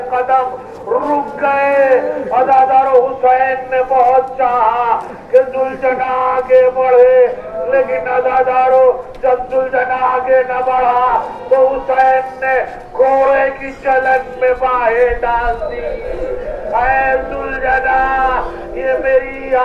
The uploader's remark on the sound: Recorded outside of a mosque in Old Delhi, India on the morning of Ashura.